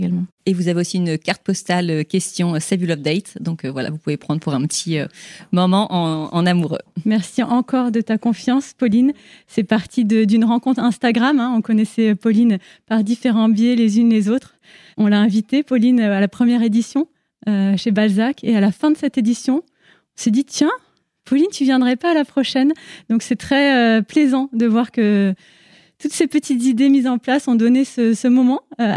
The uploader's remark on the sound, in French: Cet épisode a été enregistré en live lors d’un petit déjeuner Les Audacieuses .